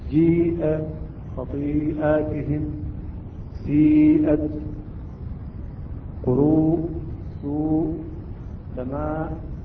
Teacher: الواجب المتصل سمي واجب يعني يجب أن نمد هنا 4 حركات، الواجب المتصل، المتصل يكون حرف المد وسبب المد في كلمة. · Term: مد متصل